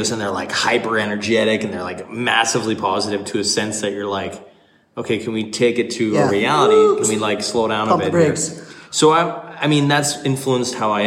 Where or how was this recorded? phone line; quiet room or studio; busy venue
busy venue